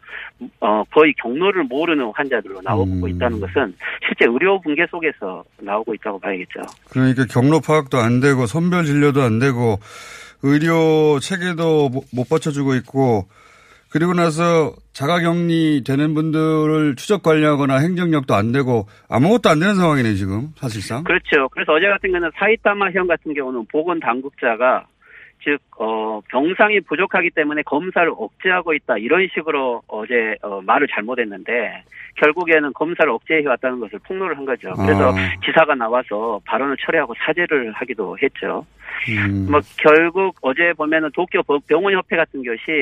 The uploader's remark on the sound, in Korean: 전화연결